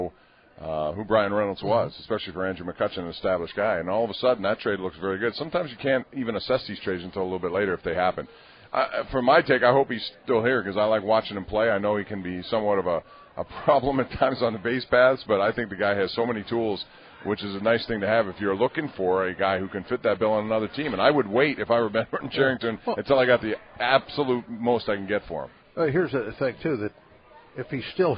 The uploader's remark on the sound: LIVE from PiratesFest Saturday morning at PNC Park